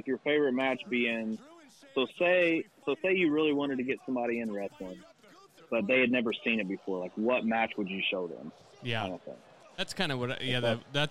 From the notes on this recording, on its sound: While they are watching WrestleMania 39, the guys have a special guest on the phone.